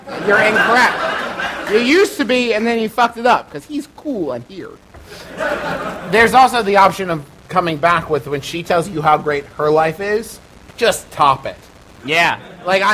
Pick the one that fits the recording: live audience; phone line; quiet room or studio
live audience